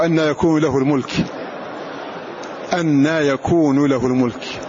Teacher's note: تلاحظون أن النون وقعت بعد حرف ساكن فامتنع إدغامها في اللام